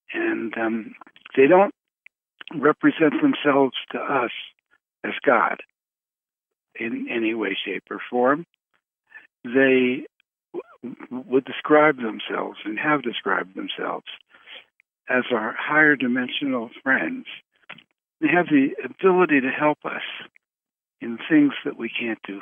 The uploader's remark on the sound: Conference Call LIVE